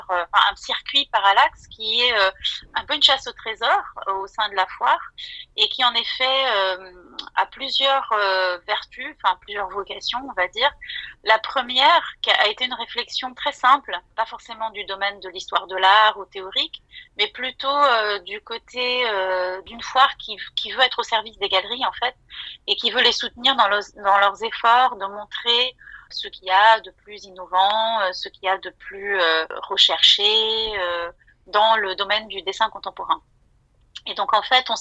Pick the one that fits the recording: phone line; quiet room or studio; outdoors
phone line